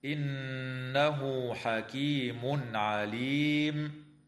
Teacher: نون مشددة في كلمة إنه حكمها الغنة، ويراعى وصل هاء الضمير في قوله تعالى: إنه حكيم بواو تمد بمقدار حركتين، ويظهر التنوين عند العين في قوله تعالى: حكيم عليم، وتنتهي الآية عند كلمة عليم بالاتفاق، والوقف عليها من قبيل الوقف التام.